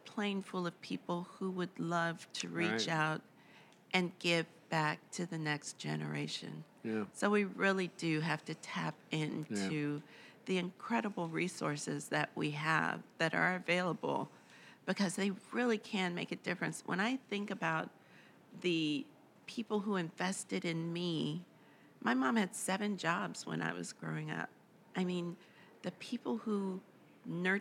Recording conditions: busy venue